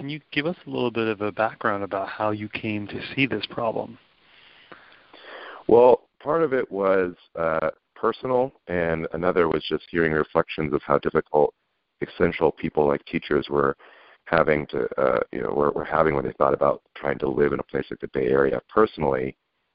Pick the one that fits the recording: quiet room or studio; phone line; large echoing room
phone line